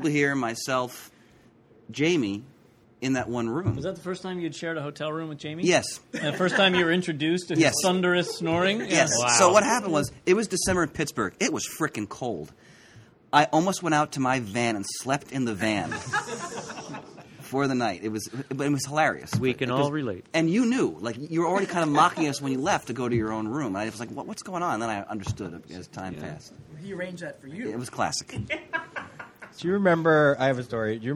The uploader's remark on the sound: Live from Golden Eagle Comics. Aided and abetted by a live studio audience of listeners, friends, and family.